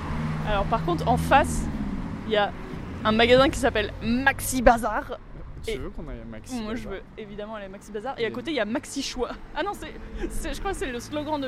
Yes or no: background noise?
yes